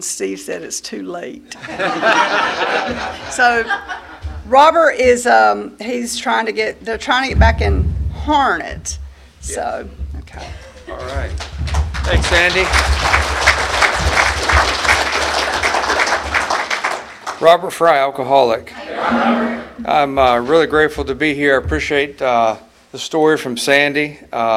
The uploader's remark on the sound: at the 34th Freedom From Bondage Conference in Aberdeen NC in 2023